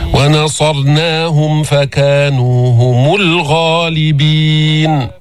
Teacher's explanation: ونصرناهم، بين ضمة الهاء ضمة كاملة، وجيب التفخيم والإطباق في الصاد، والصاد من حروف الصفير